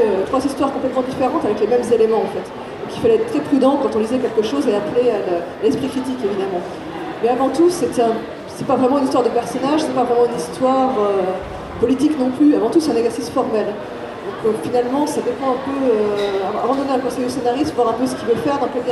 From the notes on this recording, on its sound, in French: Seconde conférence du dimanche du TGS 2017. Conférence TGS 2017 : Atelier d'écriture.